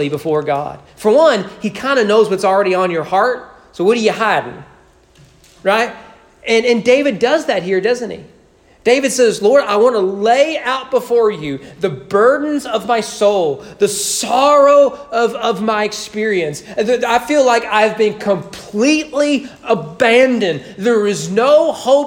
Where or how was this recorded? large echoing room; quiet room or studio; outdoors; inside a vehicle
large echoing room